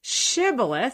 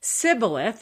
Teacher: the Gileadites had a sh sound in their dialect, but the Ephraimites only had a s sound, like an s sound.